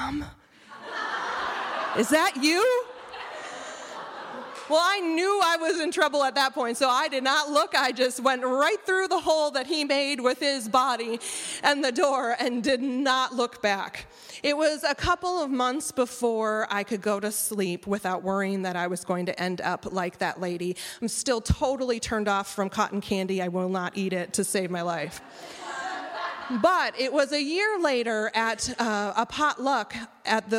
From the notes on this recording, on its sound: Listen to the live recording. Telling the audience of Storycatchers Live: Things that Go Bump in the Night.